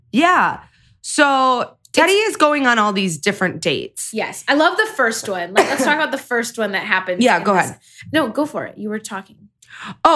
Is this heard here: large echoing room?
no